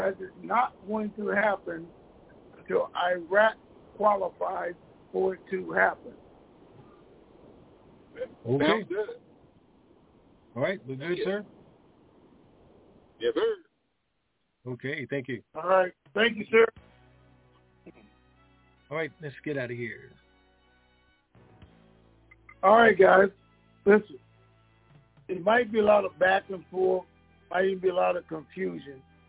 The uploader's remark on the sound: TNTSuperfantastic Conference Call